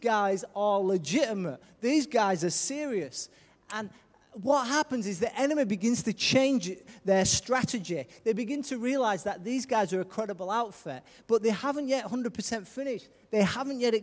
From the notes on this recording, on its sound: Recorded live at Life Church.